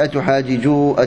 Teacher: تناسبها الياء فجيء بنون الوقاية وأدغمت النون في النون صارت أتحاججونني، أدغمت نون الرفع في نون الوقاية